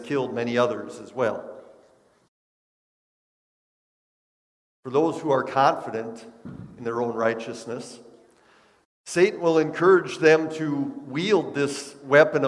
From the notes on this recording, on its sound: Bethany, Appleton, WI. Preached this sermon at Bethany's Sunday worship on March 27, 2022.